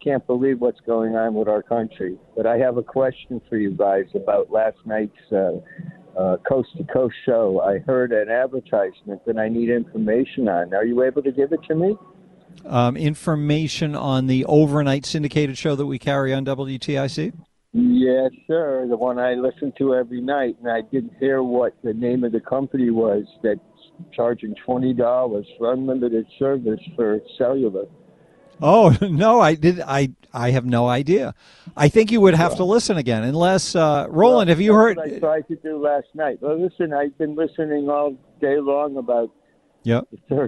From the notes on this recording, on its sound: take some phone calls